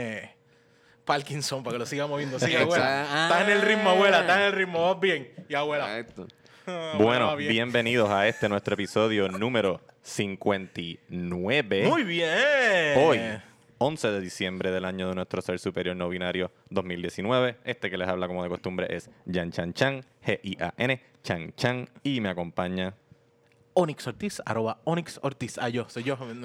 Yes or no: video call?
no